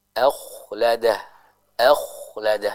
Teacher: huruf kho-nya dibaca dengan tebal